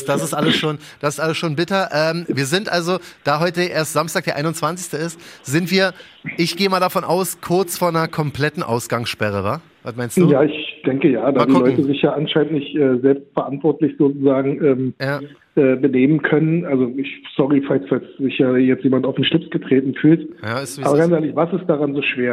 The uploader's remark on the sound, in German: Während der Corona-Krise praktizieren auch wir "Social Distancing". Per Telefon dazugeschaltet.